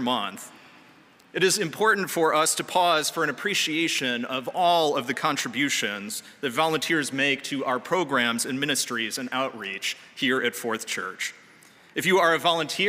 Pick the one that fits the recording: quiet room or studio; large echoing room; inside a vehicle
large echoing room